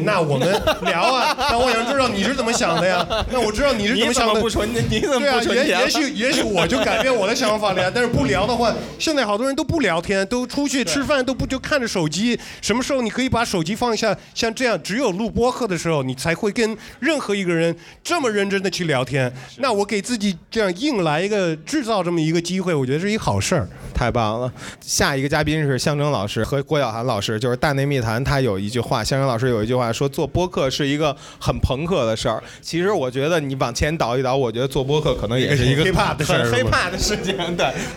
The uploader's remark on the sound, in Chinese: 我们在北京举办了 音乐·聚我们——首届「播客松」+西海之声7周年聚会 活动。进行了长达 5 小时的「播客松」对谈。现在，我们将经过修整剪辑过的现场录音内容。现场录音设备协力品牌：Focusrite、RODE 麦克风。